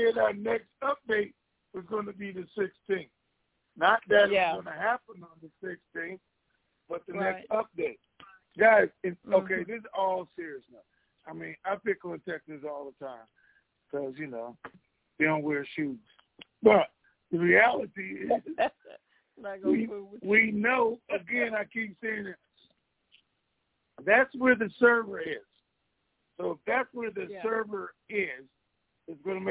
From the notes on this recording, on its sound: TNTSuperfantastic Conference Call